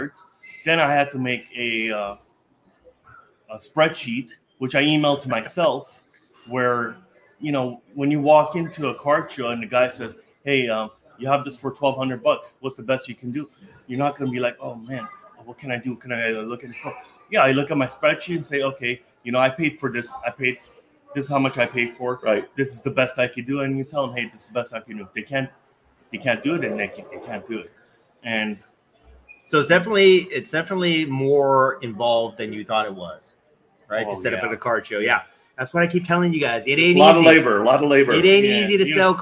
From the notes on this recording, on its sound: LIVE FROM THE UNION MARKETPLACE CARD SHOW AT DEL MAR, CA FAIRGROUNDS AND RACETRACK